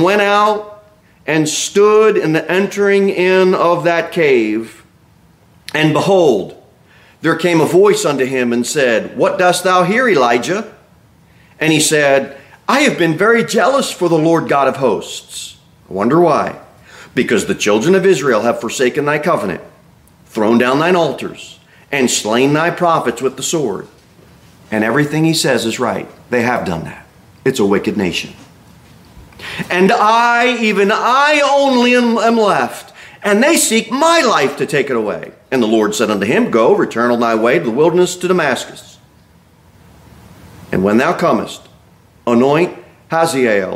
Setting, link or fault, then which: setting, large echoing room